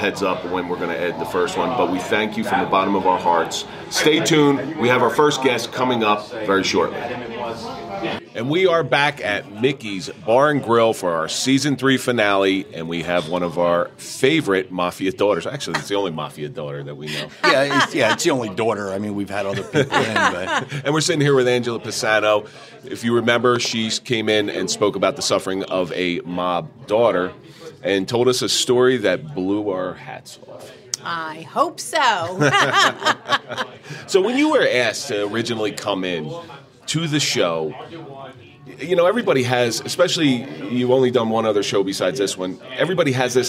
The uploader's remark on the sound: Live Event at Mickeys Bar and Grill. Tonight we are at Mickey’s bar and Grill for our three-year anniversary party and year and celebration.